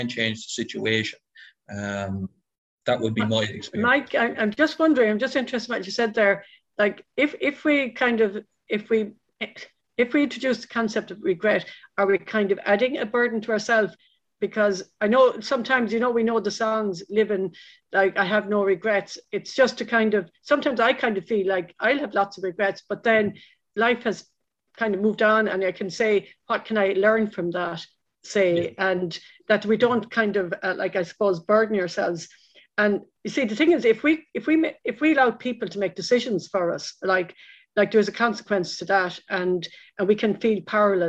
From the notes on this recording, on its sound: This audio recording of our webinar in partnership with Mental Health Ireland where our panel discuss boundaries.